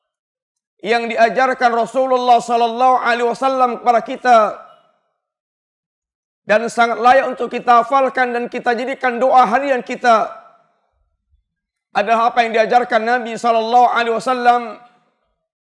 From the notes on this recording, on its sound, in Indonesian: Ini adalah rekaman live Khutbah Jumat